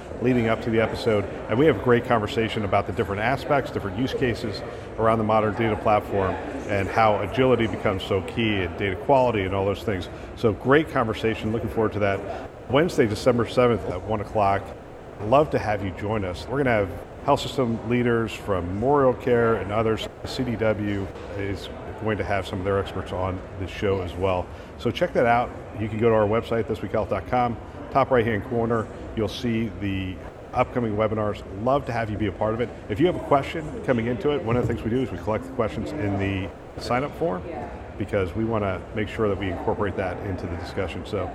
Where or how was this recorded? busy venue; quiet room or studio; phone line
busy venue